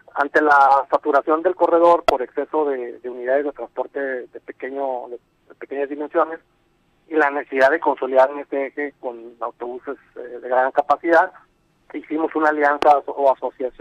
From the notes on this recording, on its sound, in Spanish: vía telefónica